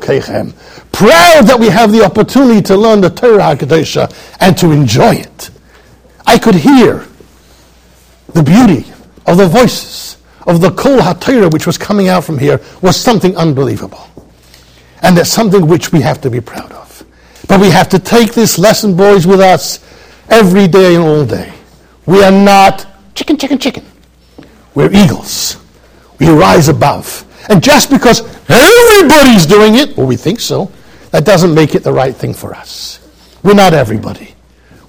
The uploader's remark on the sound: Shiur recorded in Yeshivas Ohr Reuven, Monsey NY.